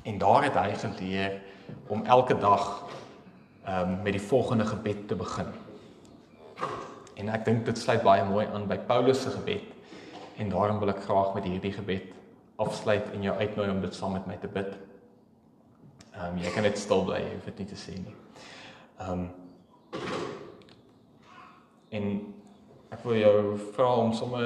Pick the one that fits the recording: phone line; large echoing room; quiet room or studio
large echoing room